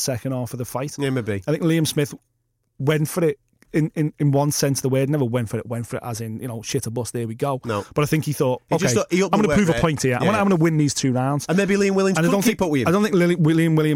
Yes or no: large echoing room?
no